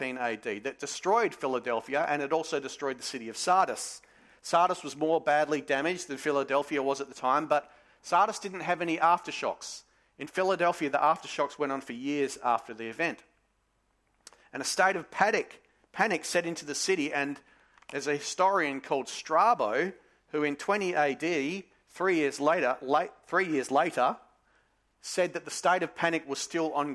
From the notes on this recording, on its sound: Sermon recorded live from Morley Baptist Church